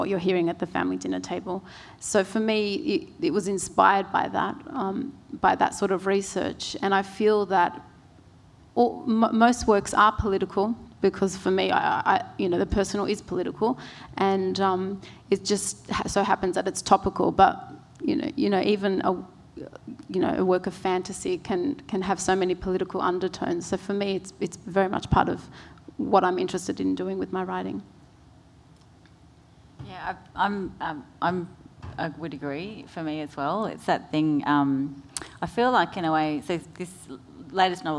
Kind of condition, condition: setting, live audience